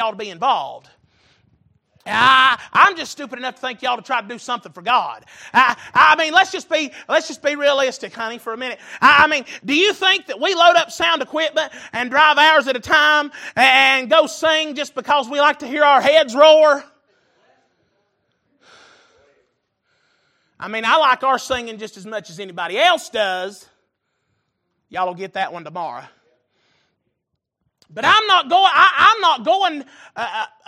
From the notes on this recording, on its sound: Recorded April 5, 2023 - Wednesday Evening Service